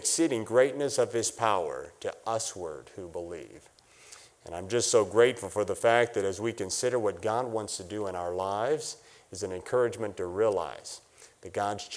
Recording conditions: large echoing room